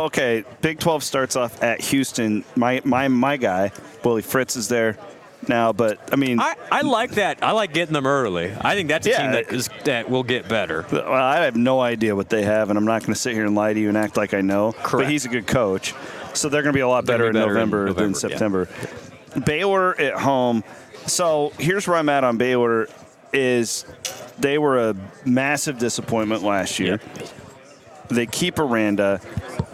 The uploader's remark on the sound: report live from the Terraplex Ag booth at the 2024 Iowa Ag Expo